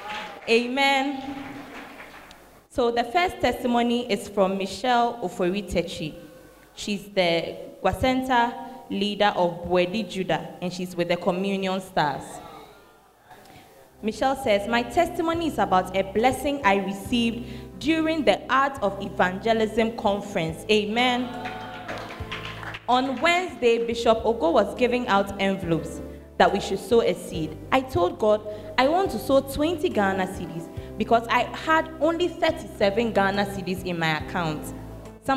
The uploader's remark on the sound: Preached at the Fountain of Life Cathedral, Ayeduase